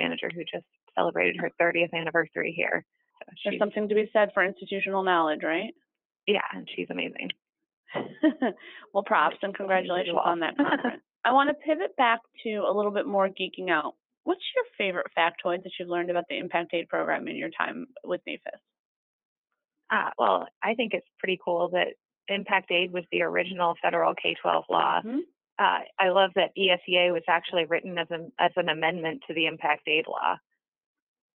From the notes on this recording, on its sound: She called